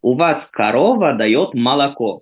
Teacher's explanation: есть вот такое прекрасное явление, что «о» безударное произносят как «а»